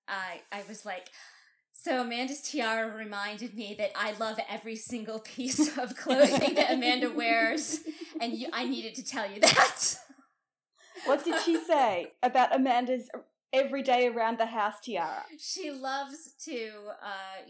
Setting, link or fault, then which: fault, sounds in the background